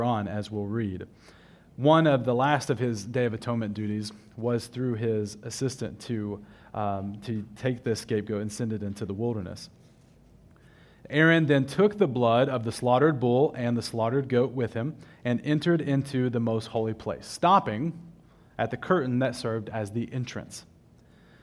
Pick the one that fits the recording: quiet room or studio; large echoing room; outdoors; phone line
large echoing room